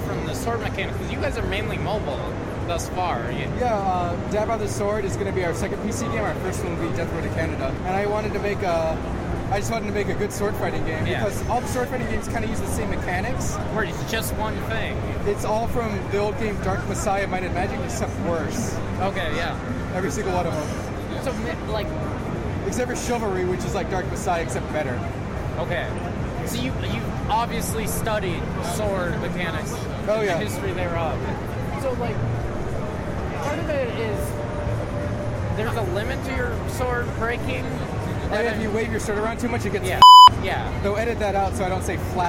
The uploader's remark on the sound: audio interviews I did while at PAX East 2016